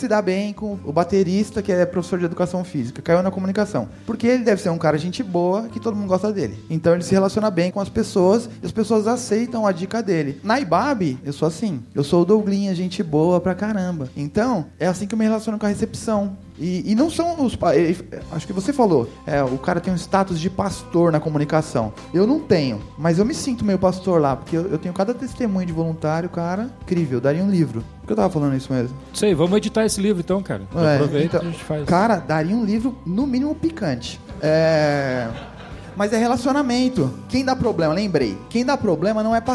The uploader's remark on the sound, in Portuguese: Neste programa gravado ao vivo no Impulso 2018.